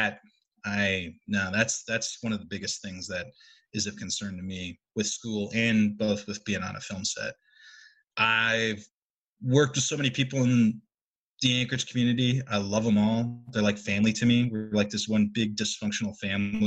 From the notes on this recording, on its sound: They spoke over Zoom